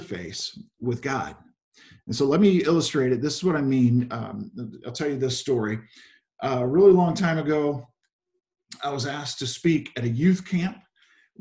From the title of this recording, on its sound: Zoom Sunday 11/22/20 (Audio)